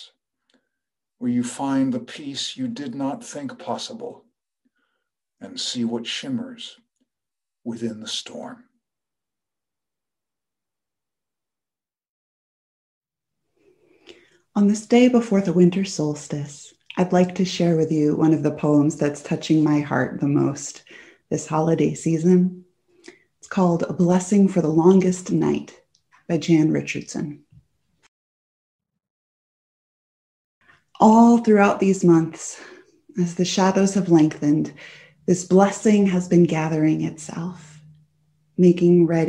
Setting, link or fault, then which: setting, large echoing room